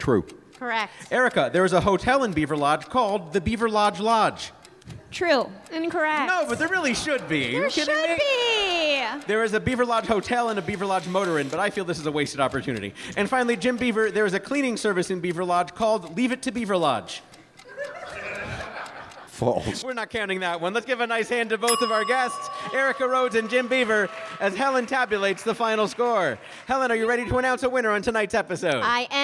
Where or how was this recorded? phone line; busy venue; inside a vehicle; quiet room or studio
busy venue